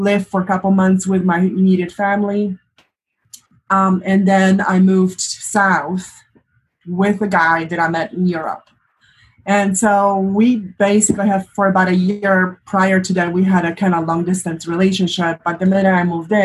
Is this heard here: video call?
yes